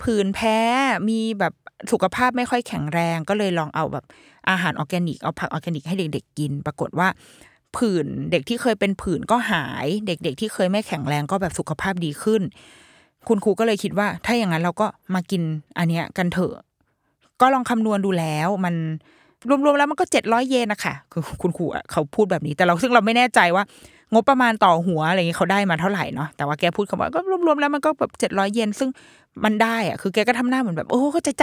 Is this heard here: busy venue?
no